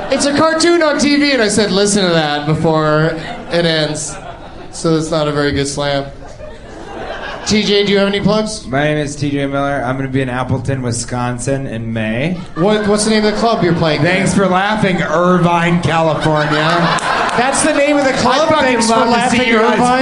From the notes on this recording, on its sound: Recorded live at the Irvine Improv